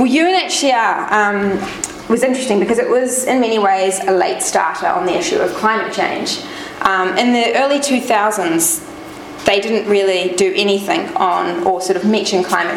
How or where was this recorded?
large echoing room